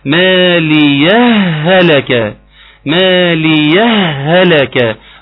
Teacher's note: هائين مدغمين في بعض، فأنا بقرأ هاء مدغمة. مالية هلك، هتحط انت على الهاء التانية شدة وتقرأيها هتيجي معاك ان شاء الله.